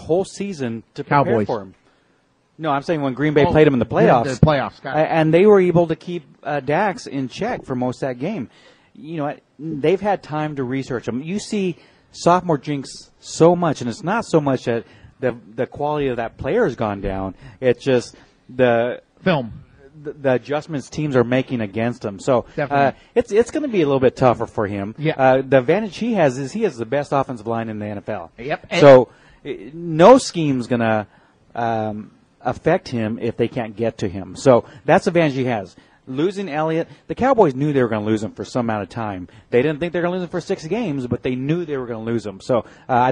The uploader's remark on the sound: Live Remote Broadcast from Dickey's Barbaque Pit - HWY 66& George Bush.